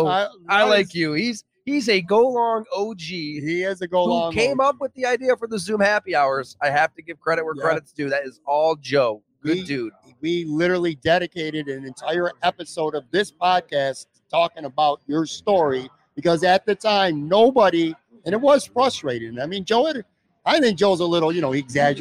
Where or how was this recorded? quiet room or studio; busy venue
busy venue